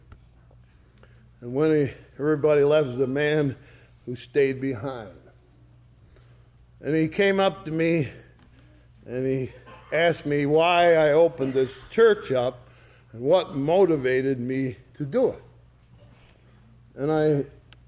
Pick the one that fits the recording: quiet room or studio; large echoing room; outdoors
large echoing room